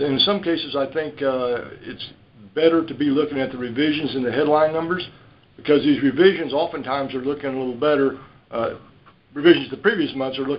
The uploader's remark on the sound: Monthly Conference Call